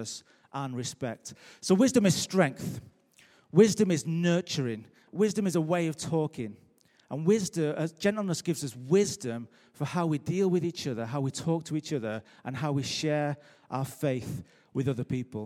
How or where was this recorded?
large echoing room